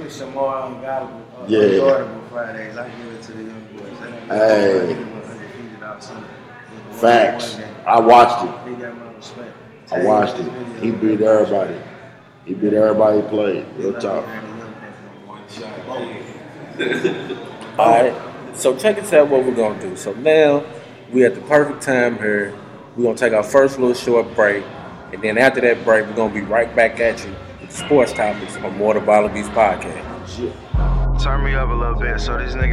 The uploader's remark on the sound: We apologize for the audio quality of this episode, we had some technical difficulties, but have since been fixed!